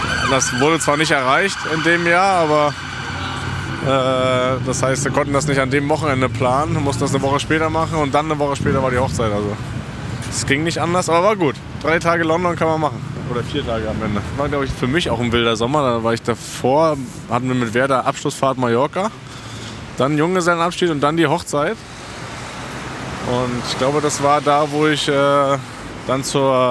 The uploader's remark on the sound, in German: Ins Herzen Englands nach London zum Rückspiel des Champions League Viertelfinals gegen den Chelsea FC. Auch wenn die zwei Sound-Nasen des Teams fehlen. Auf dem Weg zum Stadion und bekommen dabei sogar unverhoffte Unterstützung. Eine amtliche Sightseeing-Tour samt Pub, Wachwechsel und Big Ben.